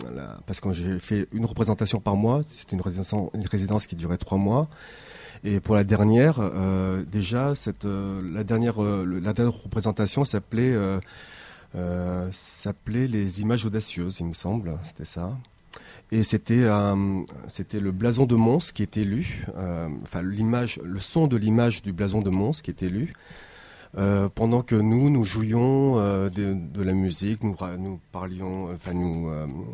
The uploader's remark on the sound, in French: Première émission quotidienne en direct du Café Europa dans le cadre de City Sonic 2015 le 8 septembre 2015!